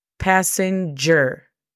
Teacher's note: La pronunciación fonética es P-A-S-E-N-G-R nota que no hay vocales entre la G y la R